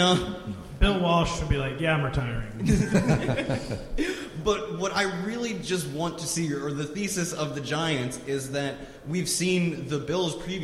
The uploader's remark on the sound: Live Audience Q&A. Appear live from the Fantasy Football Expo in Canton, Ohio. They take audience questions.